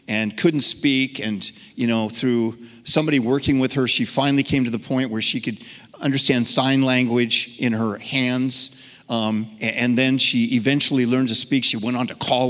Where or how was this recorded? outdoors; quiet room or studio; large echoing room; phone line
large echoing room